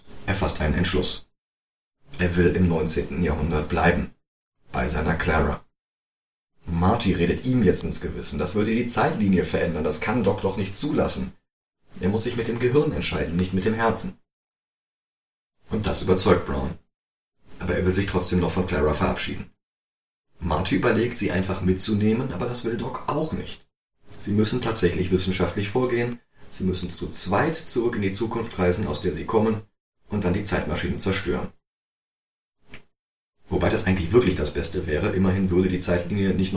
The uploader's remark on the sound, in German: Leider ist uns bei der Aufnahme schon wieder eine gesamte Tonspur im Orkus verschwunden, darum ist die Tonqualität heute schon wieder etwas durchwachsen.